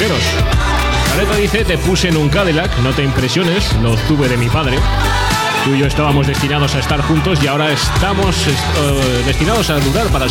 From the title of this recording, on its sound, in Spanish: La Ciudad Sumergida LIVE en el Cul De Sac